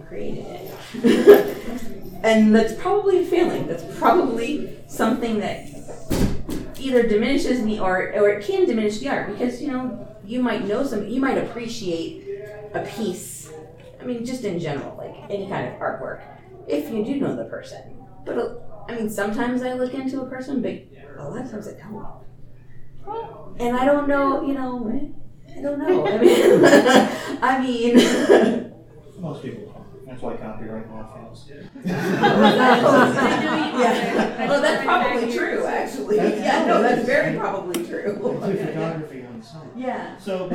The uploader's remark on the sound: TusCon 50 Panel Rhoynish Turtle Conservation Society. Recorded live at TusCon. Saturday Panel Room 1.